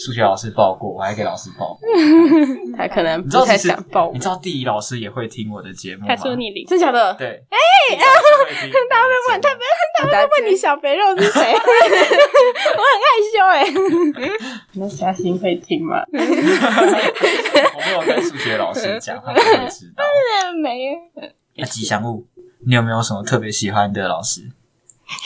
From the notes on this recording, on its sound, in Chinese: 因為收音的問題，可能會有些不太清楚